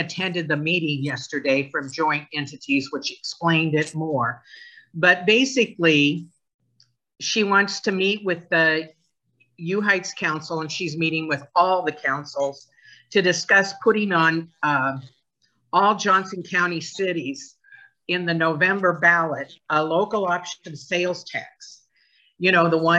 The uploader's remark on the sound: University Heights City Council Meeting of January 10, 2023 was held on Zoom.